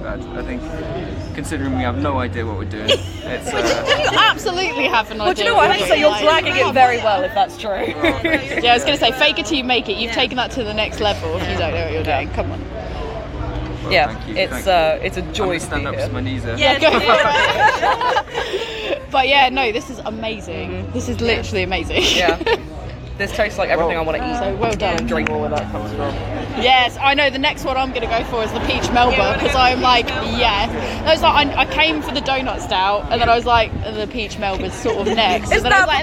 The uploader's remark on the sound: Coversations from the Taproom